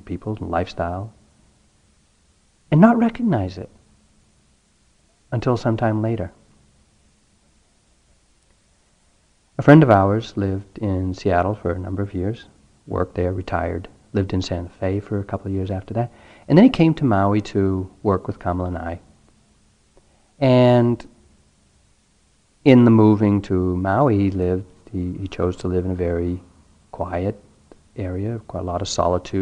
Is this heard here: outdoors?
no